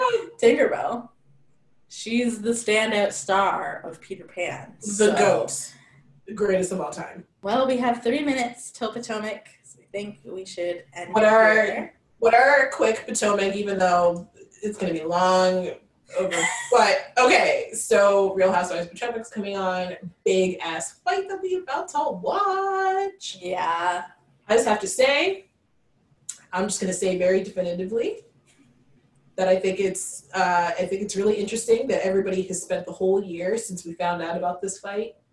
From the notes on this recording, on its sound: We apologize in advance for any technical errors with the audio!